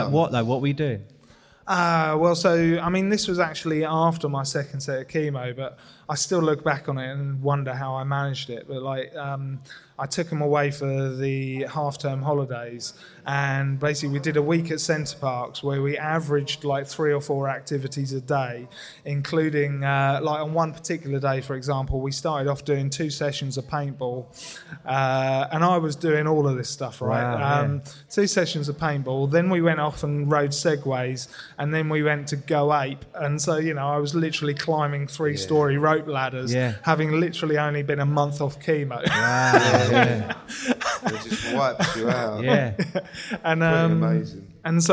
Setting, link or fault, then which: setting, live audience